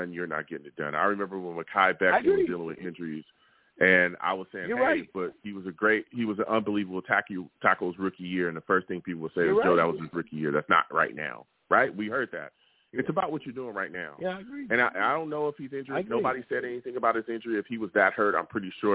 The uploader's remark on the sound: I take live callers!